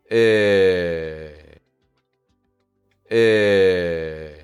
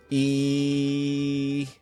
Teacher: So your teeth are close together, the tip of your tongue is down, out of the way, and the back of your tongue is resting between your teeth. If we don't make pressure against your top teeth, we will now get the sound eh. · Shown in: first take